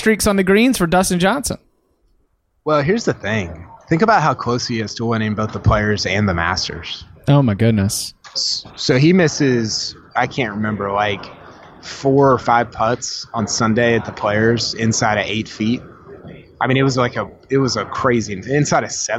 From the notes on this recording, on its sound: Live from the PGA Championship. Live from Bethpage Black.